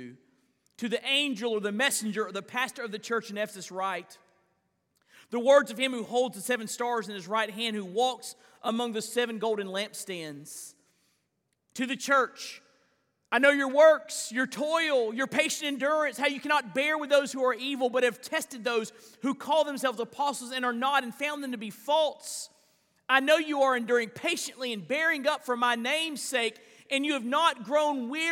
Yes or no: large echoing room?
yes